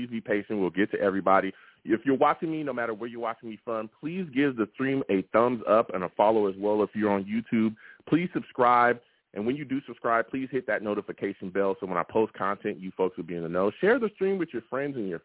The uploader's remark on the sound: I also take live callers!